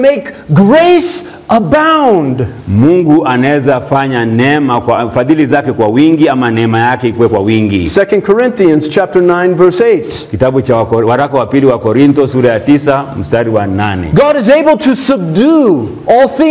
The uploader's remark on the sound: This sermon was preached at Mercy Baptist Church in western Kenya.